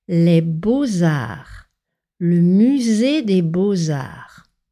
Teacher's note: Je vais voir l'exposition au musée des beaux-arts de la ville. Ici aussi, attention à bien faire la liaison en z entre le mot, entre l'adjectif beau au pluriel et le nom art, les beaux-arts, le musée des beaux-arts.